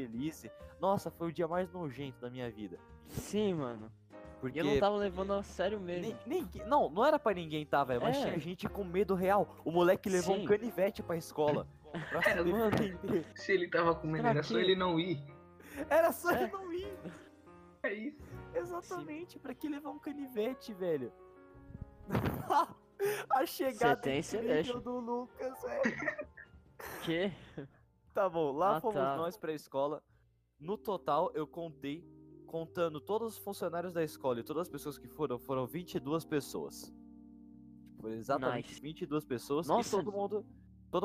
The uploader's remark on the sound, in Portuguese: Episódio com o audio extremamente baixo, mas foi um teste.